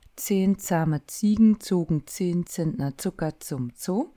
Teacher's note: dieses Z ist ähm, ein T und ein S eigentlich beim Aussprechen. Und da wird im Berlinerischen häufig das T weggelassen.